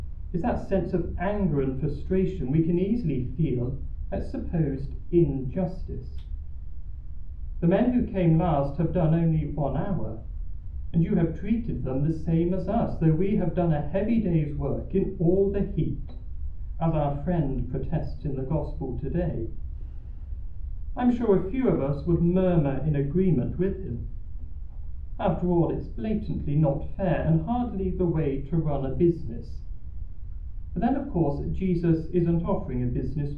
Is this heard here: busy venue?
yes